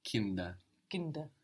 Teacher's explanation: And the R on Kinder is not really pronounced.